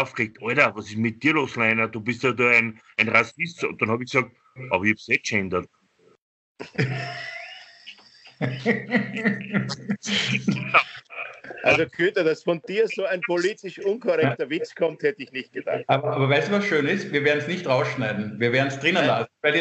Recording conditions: video call